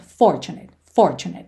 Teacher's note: essa palavra tem a sílaba tônica na primeira sílaba